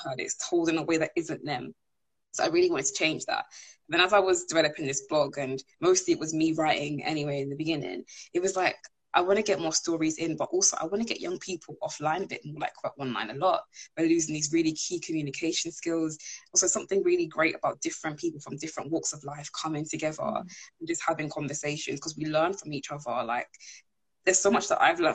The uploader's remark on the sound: live Instagram interview